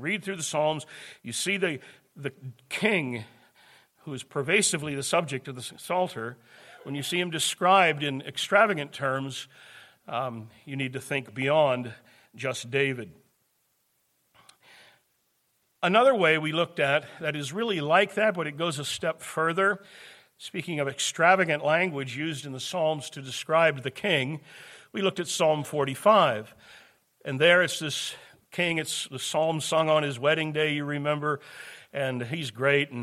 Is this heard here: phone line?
no